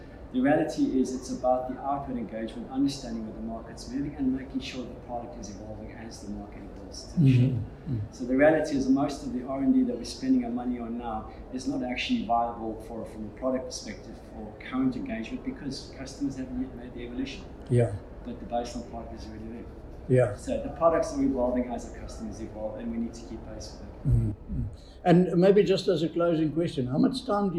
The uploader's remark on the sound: at the #AIE2023 conference